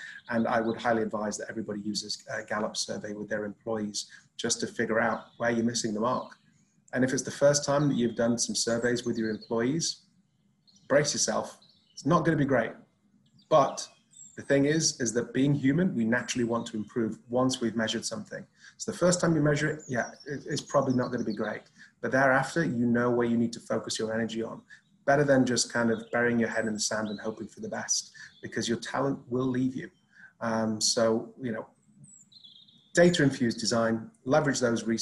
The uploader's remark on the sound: Filmed over Zoom between the UK and Dubai.